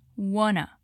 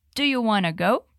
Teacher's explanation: é super comum ver o want e o to ditos como uma coisa só. E fica assim: wanna.